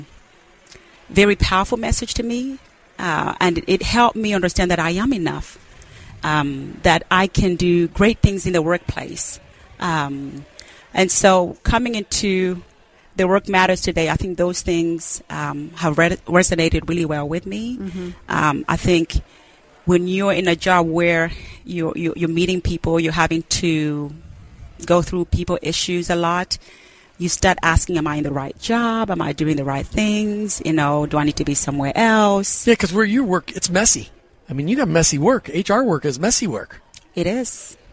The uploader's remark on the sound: We interviewed business owners and leaders from across the spectrum at this year’s Workmatters Conference in Rogers, Arkansas